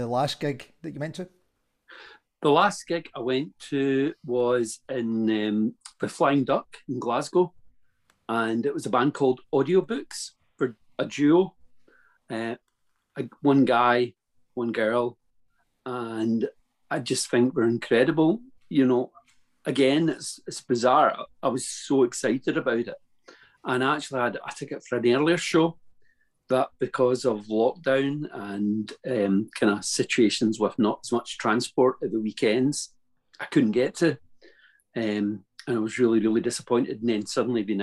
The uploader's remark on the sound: The hard drive with the edited audio and song inserts corrupted! We had great fun doing them, and have therefore decided to go ahead and publish the Zoom videos.